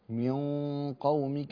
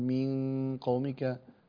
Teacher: تفخم الغنة تبع حرف الاستعلاء · Shown in: first take